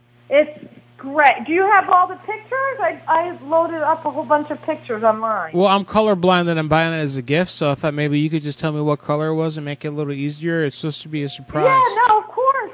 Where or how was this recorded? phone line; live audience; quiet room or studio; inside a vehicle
phone line